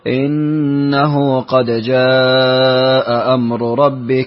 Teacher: يقرأ بالفتح في جاء ويحقق الهمزتين · Term: تحقيق الهمزتين